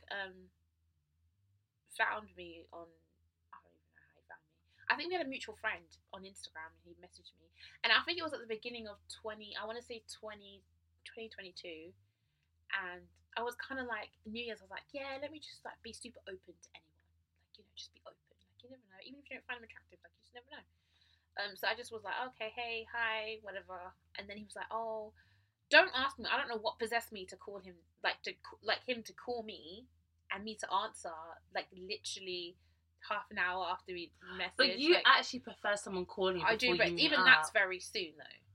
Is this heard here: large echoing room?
no